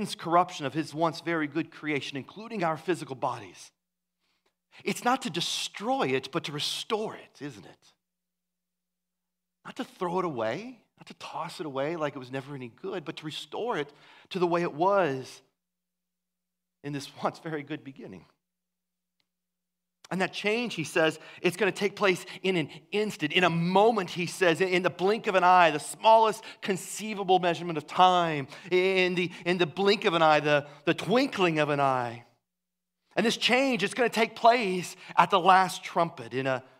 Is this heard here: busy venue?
no